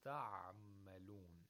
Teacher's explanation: اختلاص، even whenever you pronounce it with توسط، اختلاص takes place at the end, after you have pronounced the عين completely. Completely with the correct amount of timing.